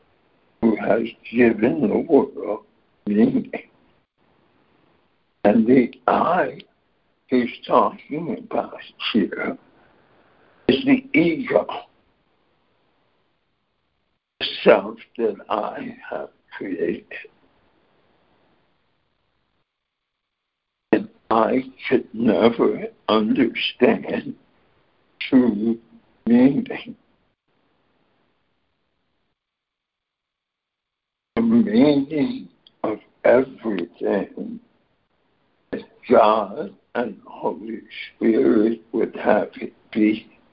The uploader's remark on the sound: ACIM Daily Conference Call.